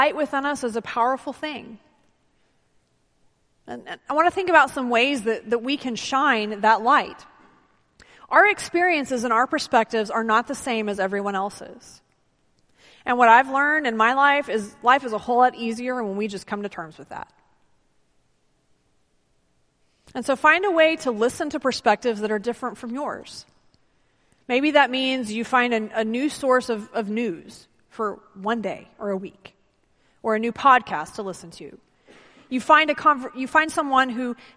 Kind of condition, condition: setting, large echoing room